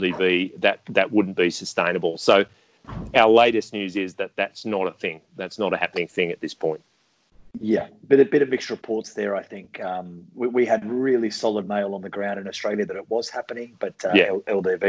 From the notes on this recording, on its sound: gather in cyberspace